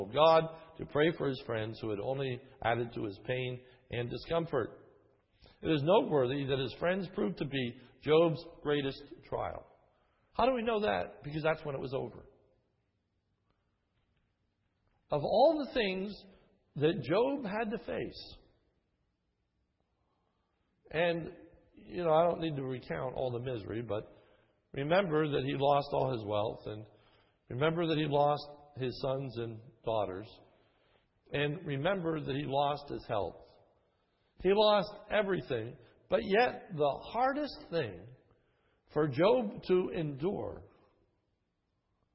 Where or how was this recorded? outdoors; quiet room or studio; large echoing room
large echoing room